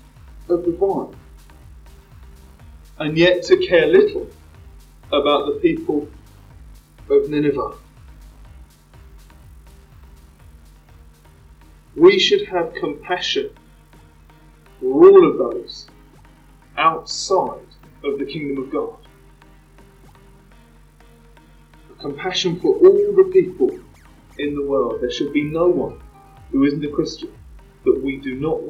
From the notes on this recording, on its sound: Microphone ? What Microphone ? Apologies for the sound quality (Which I’ve tried to clean up as much as possible !).